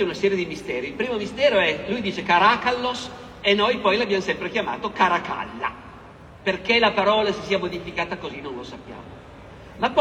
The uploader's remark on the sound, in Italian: (Roma, 2023). Roma Storia Festival. Audio registrato in loco.